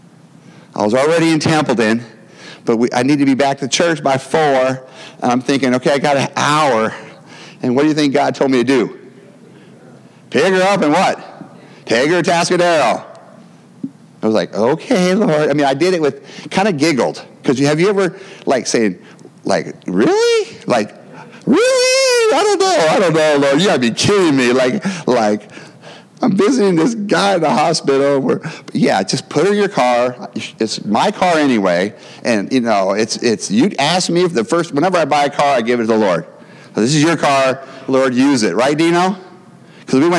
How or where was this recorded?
large echoing room